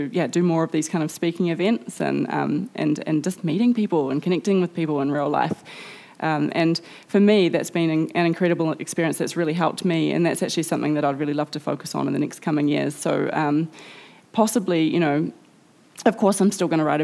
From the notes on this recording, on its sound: at The Treehouse at Cloudy Bay at the 2019 Marlborough Book Festival